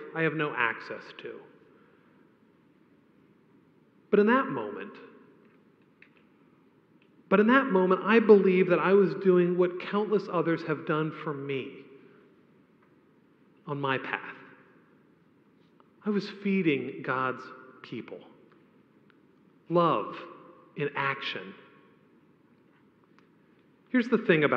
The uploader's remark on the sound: A homily preached on the Second Sunday of Advent